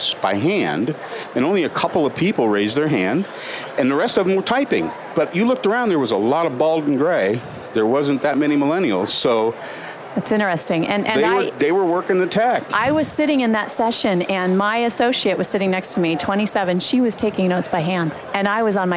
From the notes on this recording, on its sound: LIVE from Las Vegas, at #HRTechConf